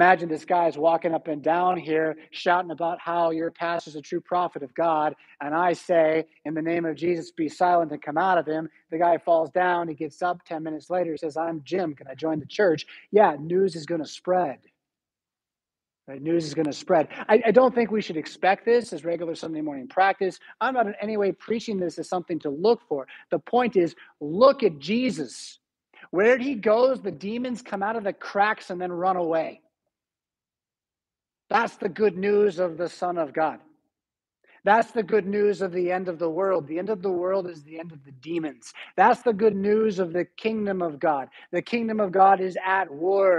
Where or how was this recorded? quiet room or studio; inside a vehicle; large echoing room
large echoing room